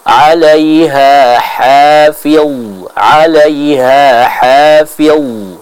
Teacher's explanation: Kenapa demikian? Karena huruf dha ini juga huruf yang disifati dengan sifat itbaknya, tingkat ketebalan yang paling tinggi. Sehingga harus kita sempurnakan pengucapan dari huruf dha tersebut.